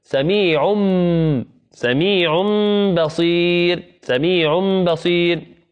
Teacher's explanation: فعندنا تنوين، وكان بعد حرف الباء فسمعنا ميما · Term: الإقلاب